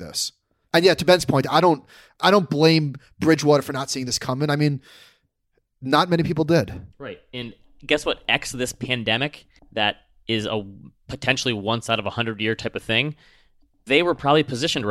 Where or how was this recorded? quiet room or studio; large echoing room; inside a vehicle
quiet room or studio